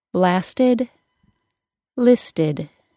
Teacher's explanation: An example of the short I being used for schwa is in the ED endings that follow a T sound or a D sound, as in blasted and listed.